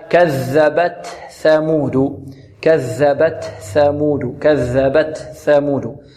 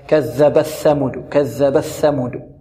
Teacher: نأتي بالتاء من مخرجها طرف اللسان مع الحنك الأعلى، ونأتي بهمس التاء، والهمس هو جريان النفس · Shown in: first take · Term: الإظهار